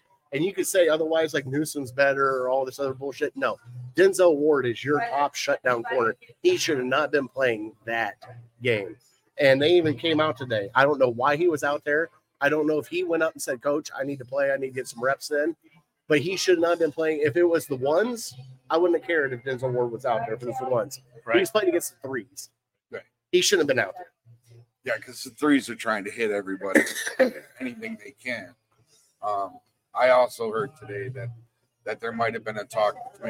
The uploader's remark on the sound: Live At Gino's